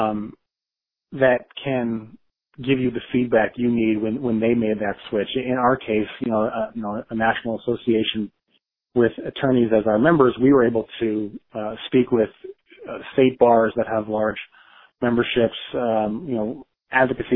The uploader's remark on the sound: I spoke over the phone